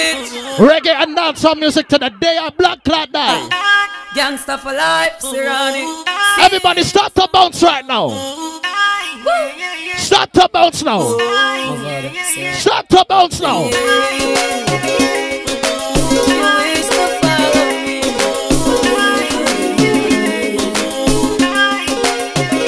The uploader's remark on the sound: BOAT CRUISE LIVE AUDIO